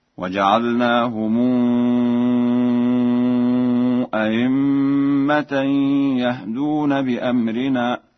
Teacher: قرأها ورش بتسهيل الهمزة الثانية بين أو إبدالها ياء خالصة